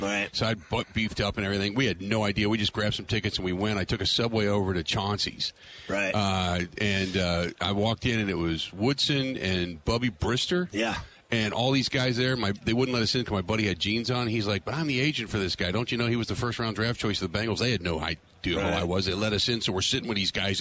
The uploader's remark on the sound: Live From Radio Row At Super Bowl 57